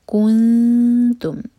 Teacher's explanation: وقد کنتم کیاف کے اوپر دمہ ہے تو ہمارے ہوٹ گول ہوں گے، لیکن جب ہم نون پر آئیں گے اخفا کریں گے لیکن ہوٹوں کو پھیلا کر. کنتم تا کے لیے زبان تیار کریں گے.